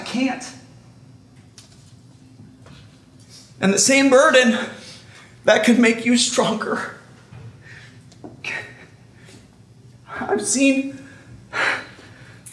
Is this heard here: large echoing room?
yes